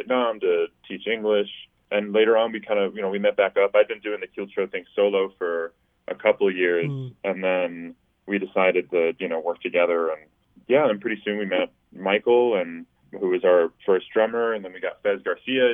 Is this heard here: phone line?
yes